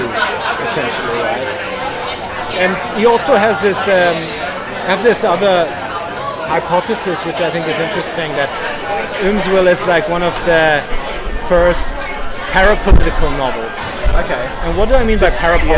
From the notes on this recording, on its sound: Recording on location from the smoke-wreathed vista at Siglo in Melbourne